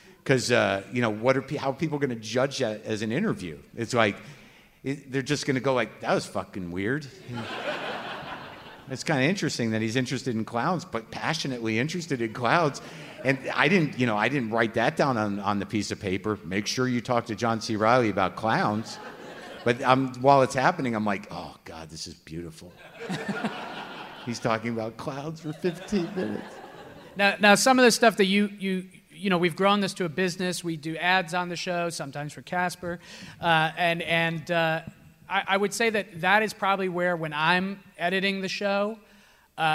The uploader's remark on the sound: Live At Now Hear This. About 700 people were in the room at the Now Hear This podcast festival in Anaheim this past October. In front of a live audience.